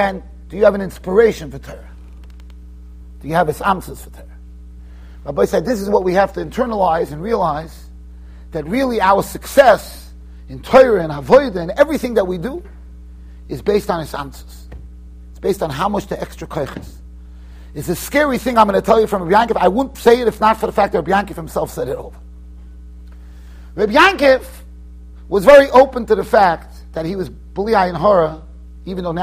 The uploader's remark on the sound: Shiur recorded in Yeshivas Ohr Reuven, Monsey NY.